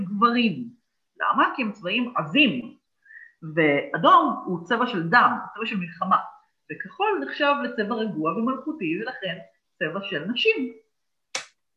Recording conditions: drop-outs